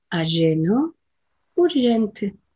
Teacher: La J la decimos como una SH suave en castellano